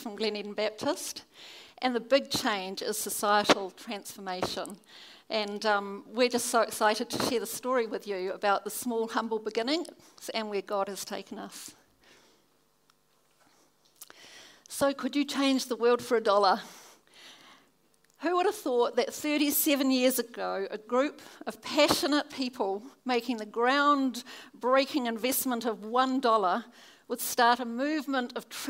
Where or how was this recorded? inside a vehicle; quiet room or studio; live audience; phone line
live audience